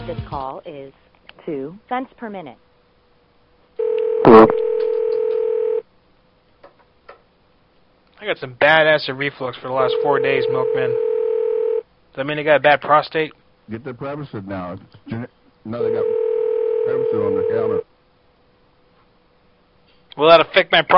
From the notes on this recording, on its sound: Prank Phone Calls Collection